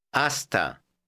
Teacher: Notice that the H is completely silent. You read the word just as if the H weren't there.